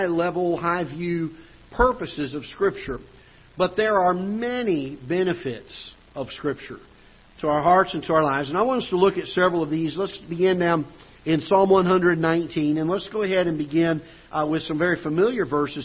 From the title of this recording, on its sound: Ketha Heights Baptist Church ~ Live Broadcast